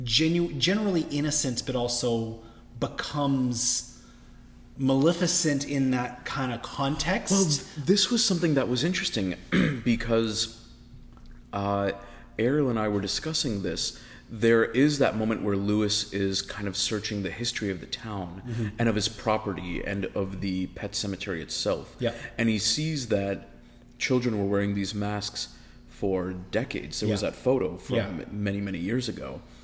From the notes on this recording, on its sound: Thanks to a mild change in venue, the audio of this episode comes with a bit of an echo.